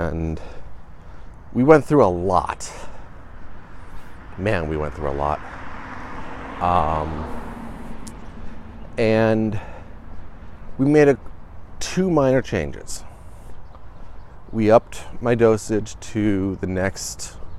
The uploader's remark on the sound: walk and talk